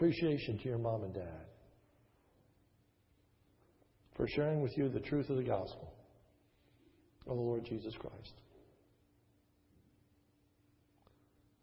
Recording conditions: large echoing room